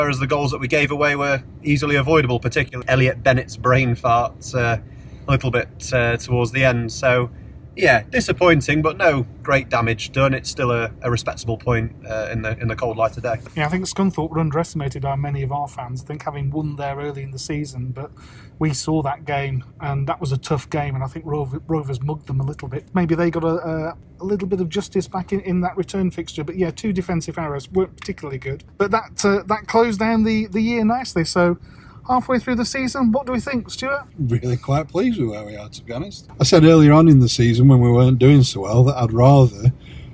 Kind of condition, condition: setting, inside a vehicle